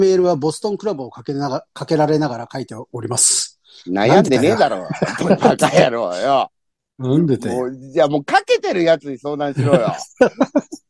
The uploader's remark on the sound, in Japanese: ZOOMで収録